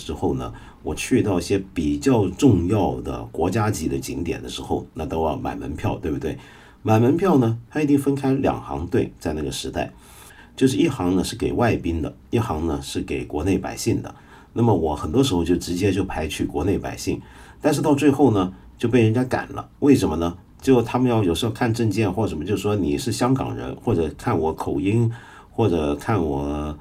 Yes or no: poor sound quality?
no